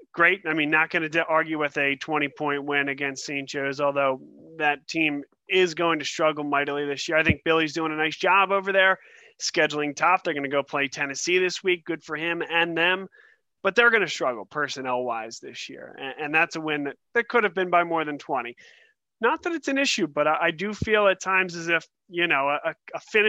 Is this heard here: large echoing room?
no